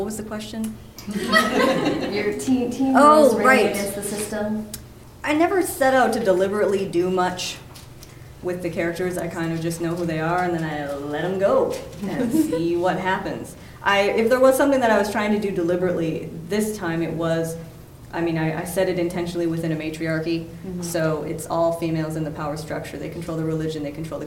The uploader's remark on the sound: This episode is audio from the March 2019 event at The University Bookstore in Seattle, Washington.